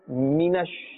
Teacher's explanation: That meem is from the dry part of the lips. This is where it must be pronounced from.